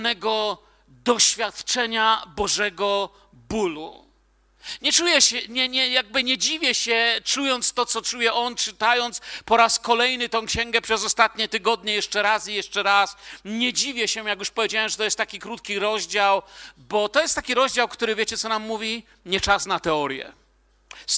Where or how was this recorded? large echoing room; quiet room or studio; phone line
large echoing room